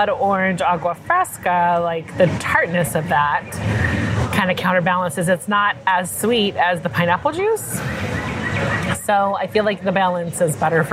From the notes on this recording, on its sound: Live from Disneyland - October 2023. A thrilling live recording. From the heart of Disneyland! At the Disneyland Resort, from the Haunted Mansion Holiday to the iconic Mickey Pumpkin on Main Street.